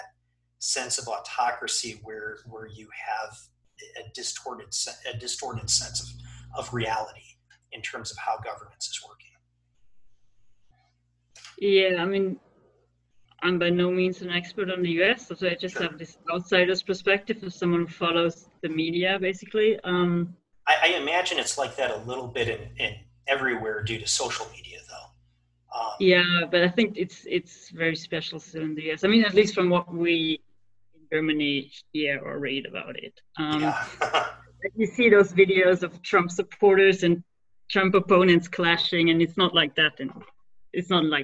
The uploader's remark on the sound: My microphone must have been turned off because the audio was picked up through the webcam.